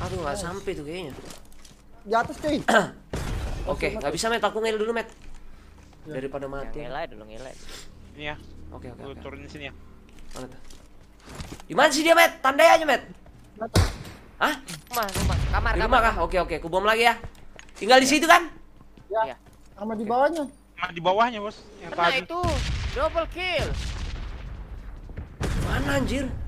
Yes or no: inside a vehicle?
yes